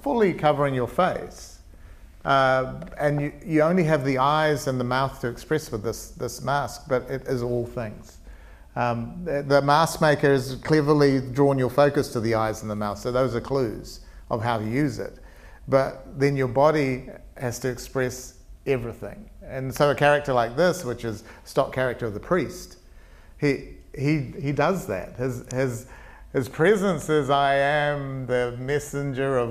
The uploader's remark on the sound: Live podcast from Q Theatre. Went live in front of an audience at the Podfest at Q.